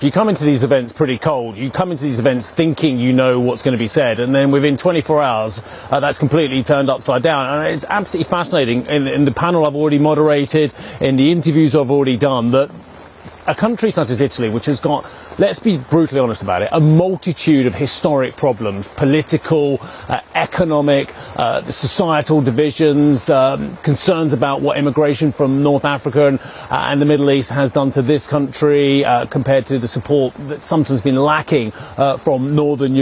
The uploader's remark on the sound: We are live on the shores of Lake Como